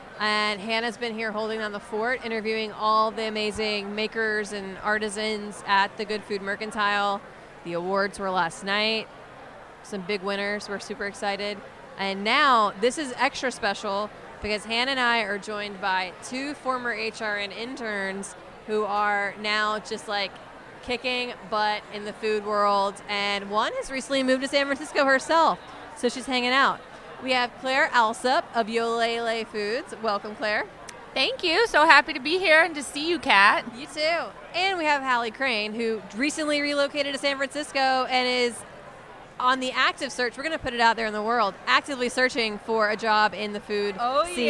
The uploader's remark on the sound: at the Good Food Mercantile 2020